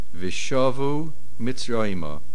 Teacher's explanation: The main accent is on the shin.